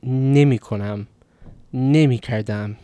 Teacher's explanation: In Iran, before the mi prefix, this na becomes ne. So you say nemikonam, nemi kardam. · Term: negative prefix